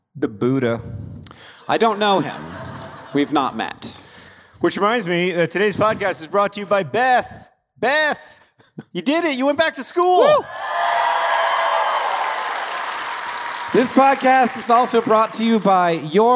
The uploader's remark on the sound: Live in Carmel, IN!